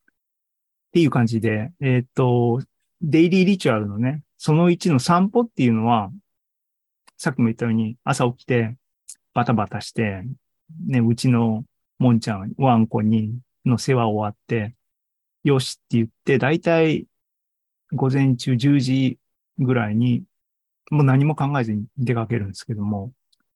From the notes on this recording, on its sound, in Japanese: ２０２３年６月２４日に開催した ZOOMライブの模様です